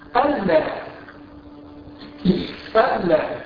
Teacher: أشهد أن جاءت هنا مخففة من الثقيلة هي للتوكيد وهي ناصبة أن لما جاءت ساكنة وجاءت بعدها لام أدغمت اللام أو أدغمت النون في اللام إدغام كلي إدغام كامل